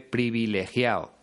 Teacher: Una de las características, por ejemplo, es que no suele pronunciar la D en los participios